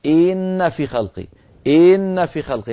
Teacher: كأن الكسرة صارت يا إن في خلقي.